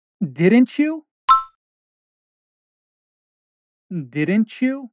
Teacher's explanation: notice again that didn't ends with a T, and you begins with a Y. Therefore, what sound will T-Y make? Yes. Ch.